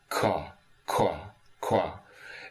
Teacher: that lip rounding on a k does lead us towards a w · Term: labialized k